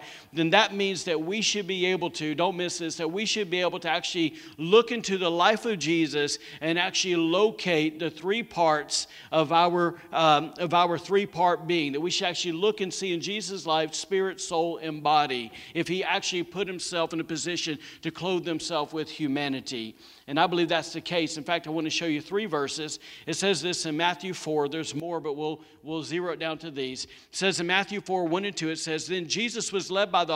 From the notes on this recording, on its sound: Was recorded on Sunday, November 15, 2020, during service at The Anchor Church in Rockport, Maine.